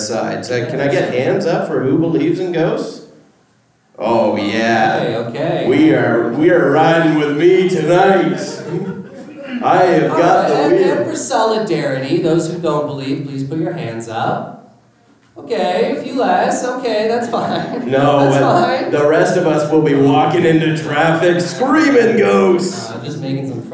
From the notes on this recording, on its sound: Calgary Expo 2023 LIVE. Are live from Calgary.